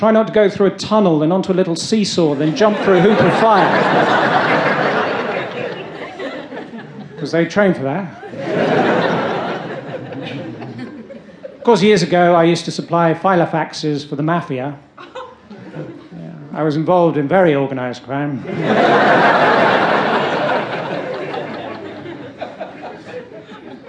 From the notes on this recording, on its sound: recorded live on stage